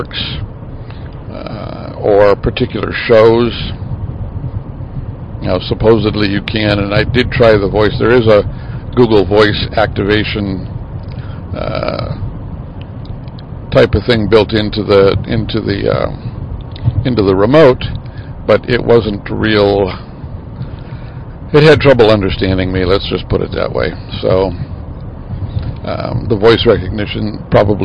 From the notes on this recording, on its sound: Road Trip. Recorded on the way to Duluth Minnesota.